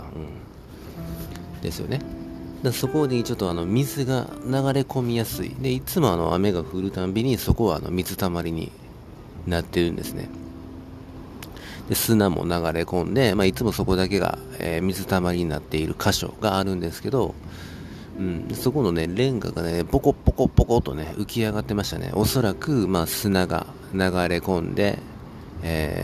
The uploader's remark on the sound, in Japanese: 朝の公園を生活圏にしている犬の散歩や卑猥な体操をする爺さん婆さんや徘徊する老人、そして適度な雑踏のなかポッドキャストを録音したくて右往左往する僕。